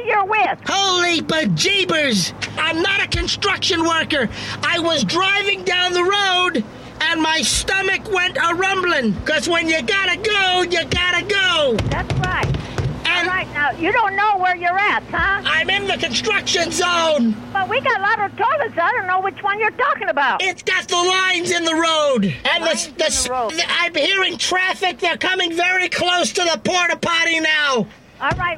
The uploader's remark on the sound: RBCP's Personal Prank Phone Calls Collection: 09-Porta-Potty.